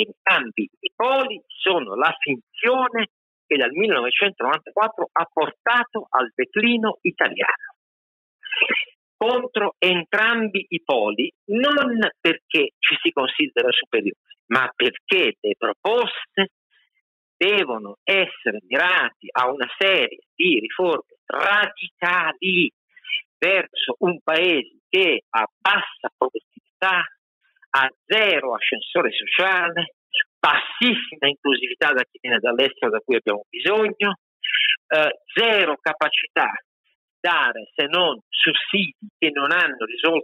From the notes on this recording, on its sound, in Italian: purtroppo causa mancanza di connessione siamo costretti a registrare al telefono in area poco coperta